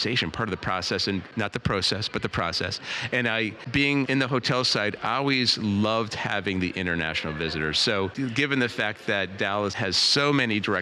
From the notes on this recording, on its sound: Live from Destinations International